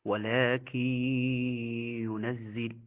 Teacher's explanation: حاول أن يكون هناك إدغام بغنة بدون إظهار بغنة